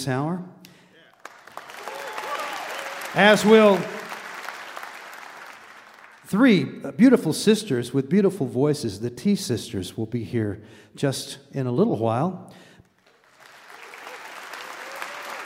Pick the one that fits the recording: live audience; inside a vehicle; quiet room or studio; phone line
live audience